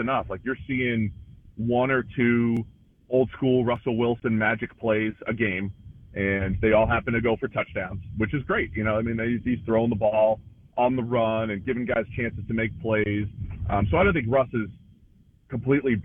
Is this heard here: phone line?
yes